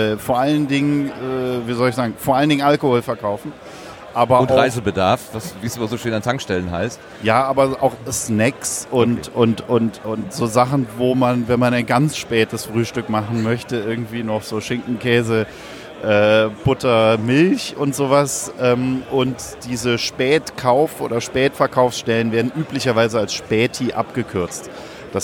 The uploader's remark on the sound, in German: SEG042 34C3 - Tag 3. Technischer Hinweis: Das Rohmaterial wurde versuchsweise mit unterschiedlichen auphonic-Varianten nachbearbeitet. Letztlich ist aber auch dieser “Soundveredler” an seine Grenzen gekommen, da die Area einfach sehr, sehr voll mit sehr, sehr lebendigen UND LAUTEN Menschen war.